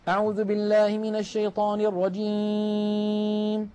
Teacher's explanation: نلاحظ بأن الصوت قسم كبير منه قد خرج عن طريق الأنف، هذا لحن وخطأ، لا يستعمل الخيشوم ولا تخرج منه غنة إلا مع الميم والنون ولا ثالث.